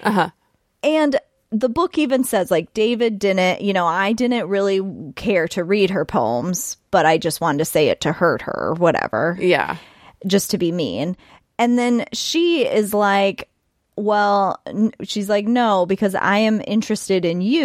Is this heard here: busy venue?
no